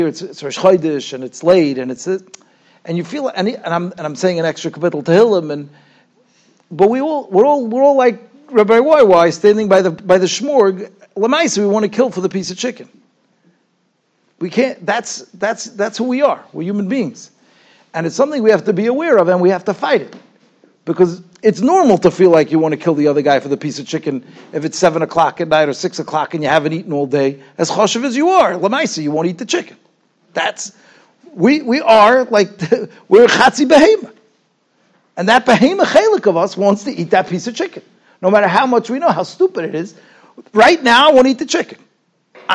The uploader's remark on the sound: Shiur recorded in Yeshivas Ohr Reuven, Monsey, NY.